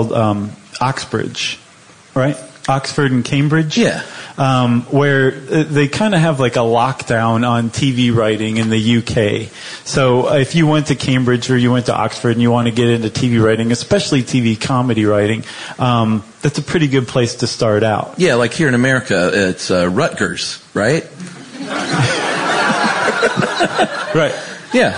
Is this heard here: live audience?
yes